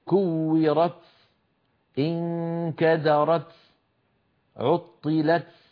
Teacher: وسبب هذا أن المتكلم بهذا النطق الذي نطقته الآن بعد أن قرع بطرف لسانه مخرج التاء نزل مباشرة إلى الصفحة الداخلية للثنايا السفلى، للأسنان السفلى، هذا المكان الذي نزل إليه هو مخرج السين، فخرج الصوت معه شبيها بالسين.